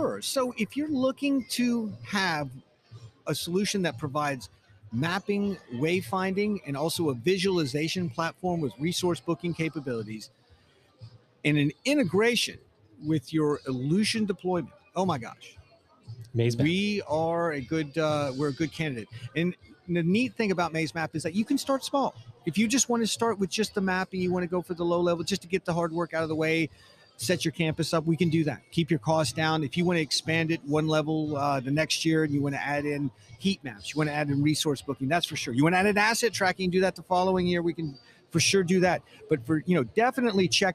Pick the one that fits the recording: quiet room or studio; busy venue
busy venue